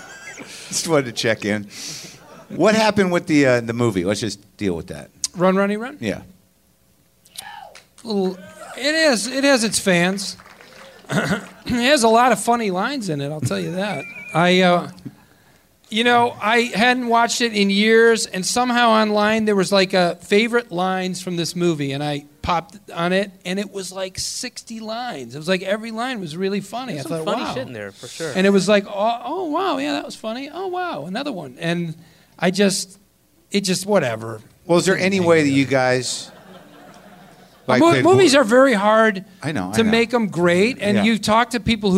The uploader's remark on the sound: It's live WTF from the Vancouver Comedy Festival.